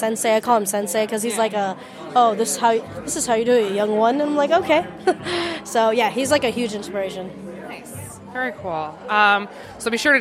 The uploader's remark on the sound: Live on the Con floor at All Star Comic Con in Tyson’s Corner, VA.